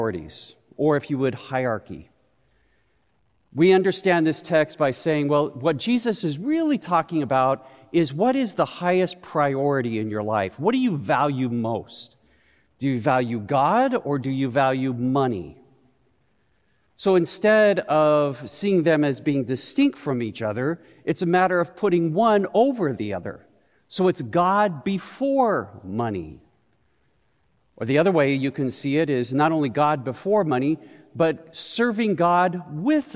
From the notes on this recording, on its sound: Recorded live at Beatitudes Church in Phoenix, AZ.